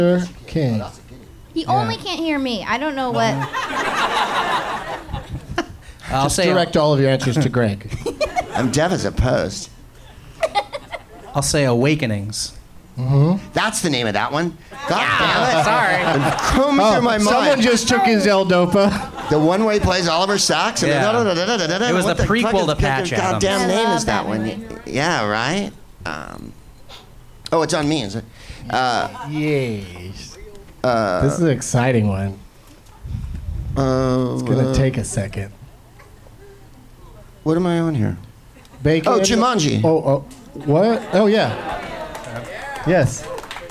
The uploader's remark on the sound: Live from the Punchline in San Francisco.